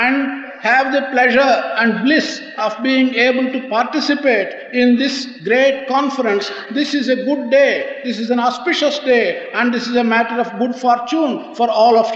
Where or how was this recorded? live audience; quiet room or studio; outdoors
live audience